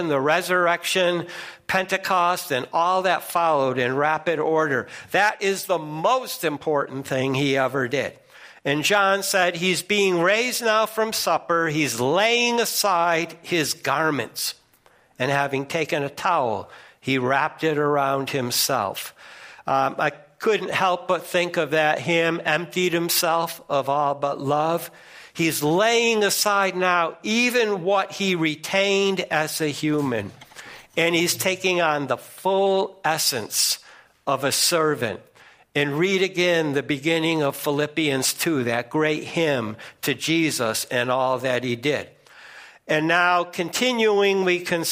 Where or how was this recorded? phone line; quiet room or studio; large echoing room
large echoing room